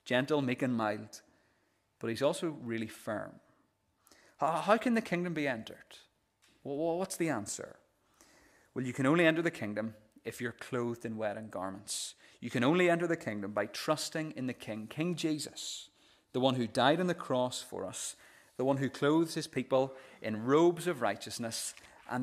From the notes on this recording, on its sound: This is the recording of the Bible reading and sermon from our morning service on Sunday 25th June 2023.